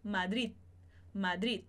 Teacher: Quando a gente tem o D no final da palavra, a gente coloca a língua na posição desse D, mas solta um arzinho, ou às vezes nem solta nenhum som, mas coloca a língua nessa posição.